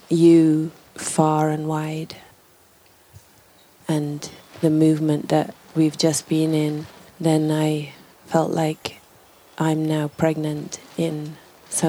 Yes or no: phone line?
no